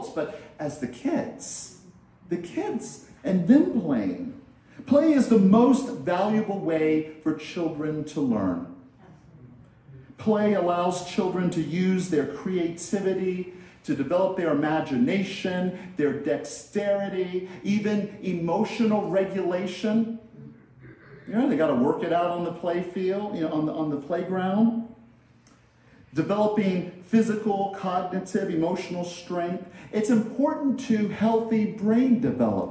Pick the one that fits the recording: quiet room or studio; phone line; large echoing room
large echoing room